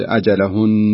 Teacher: فيكون هناك شدة وغنة بمقدار حركتين · Term: نون مشددة